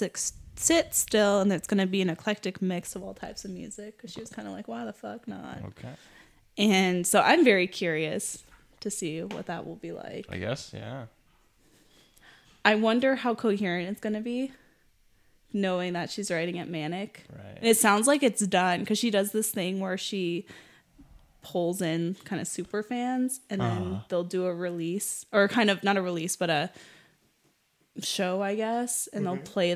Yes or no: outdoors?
no